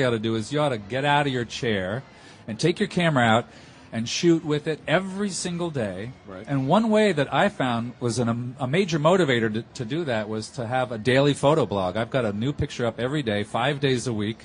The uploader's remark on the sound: Macworld Podcast Live from Expo